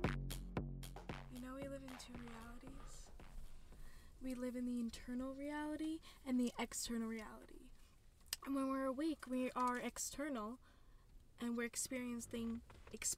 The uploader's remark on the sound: when testing our studio setup in the car